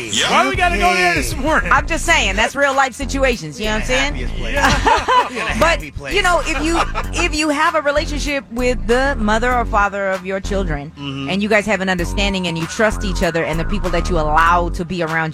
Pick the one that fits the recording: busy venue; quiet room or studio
busy venue